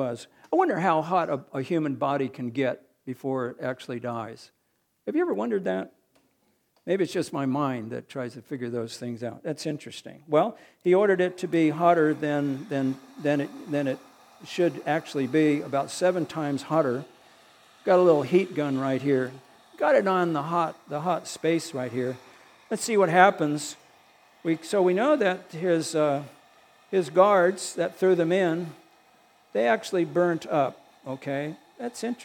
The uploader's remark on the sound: recorded on May 21, 2022, at the Ringgold Seventh-day Adventist Church.